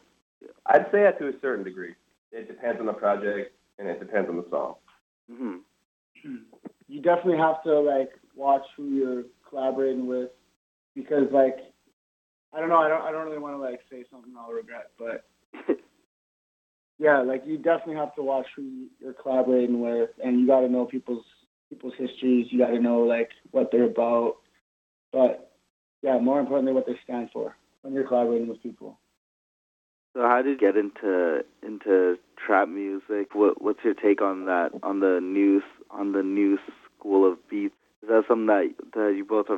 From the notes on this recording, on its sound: does a phone interview